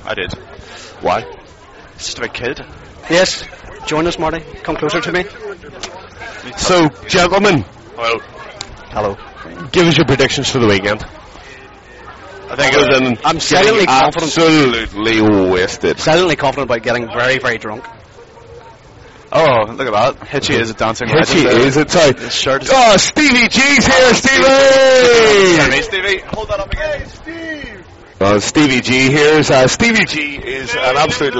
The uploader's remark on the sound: Live at Bunkers. Live Recording” of AVFTB which took place on Saturday 7th April 2007 outside the Bunkers Hill in Nottingham.